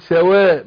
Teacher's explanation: الواو مرققة أقول سواء مش سواء وا داخل على التفخيم